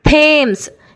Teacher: ಇನ್ನು ಕೆಲವು ಸಲ ಟಿ ಎಚ್ ಕನ್ನಡದ ಥದಾಗೆ ಉಚ್ಚಾರ ಆಗುತ್ತೆ. ಥೇಮ್ಸ್, T H A M E S, T H A M E S, ಥೇಮ್ಸ್.